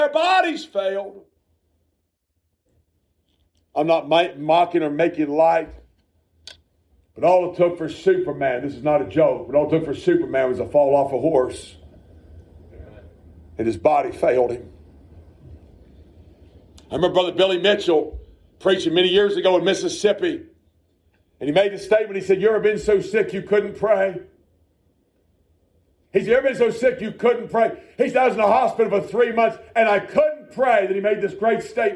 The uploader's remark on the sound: A message preached at Shippensburg Independent Baptist Church.